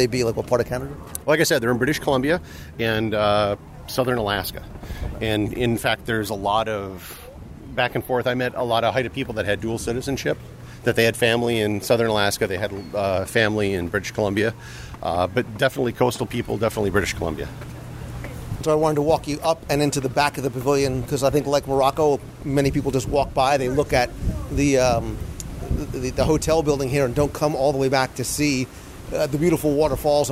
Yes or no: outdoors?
yes